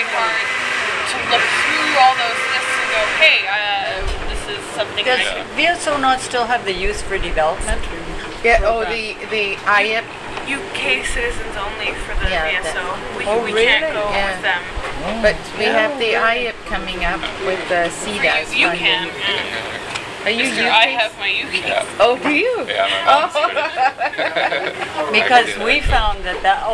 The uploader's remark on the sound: Sat down at the Kebab hut in Vancouver.